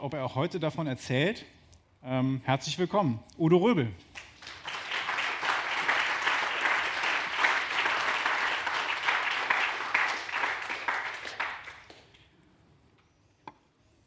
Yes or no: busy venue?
yes